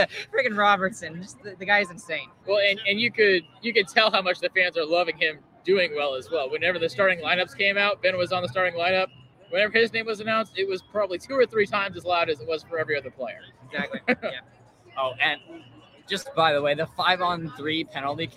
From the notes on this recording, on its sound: LIVE from PNC Plaza at the American Airlines Center